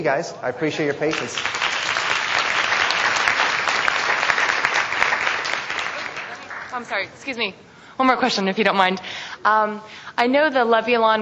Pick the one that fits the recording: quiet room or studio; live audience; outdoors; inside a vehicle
live audience